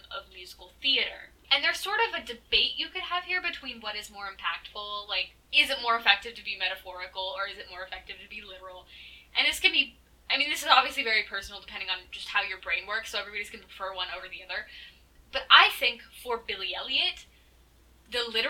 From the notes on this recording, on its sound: my mic was making an absolute scene so sorry about the popping noises.